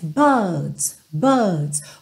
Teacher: eles não costumam enrolar a língua, e sim alongar um pouco o som dessa vogal anterior